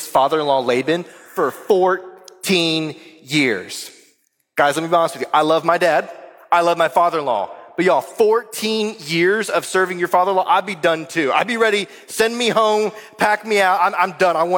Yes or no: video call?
no